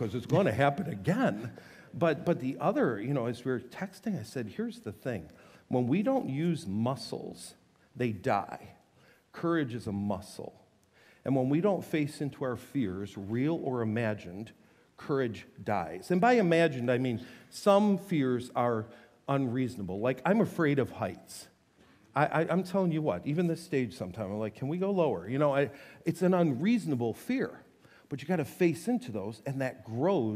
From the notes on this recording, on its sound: This teaching was delivered on Sunday, January 21, 2024 at SouthField Church.